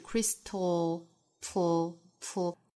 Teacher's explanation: Crystal 后面有一个舌侧音，注意哈，是 crystal, full,舌边爆破啊